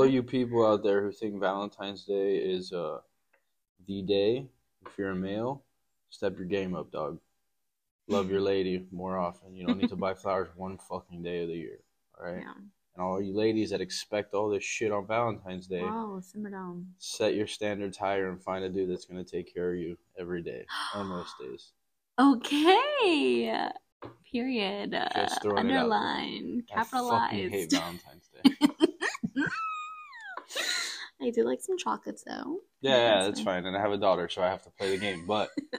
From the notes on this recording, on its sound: We had a few technical difficulties but we got through it!